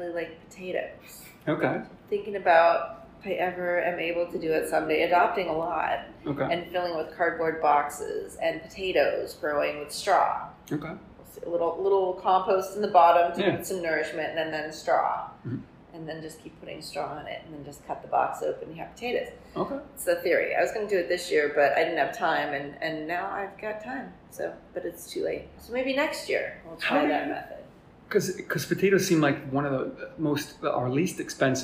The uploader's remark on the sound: This episode was recorded at Trace in their Cool Ship Room and there is a little echo.